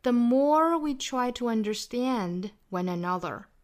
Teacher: 我们注意 more 里面还有字母 r，所以卷舌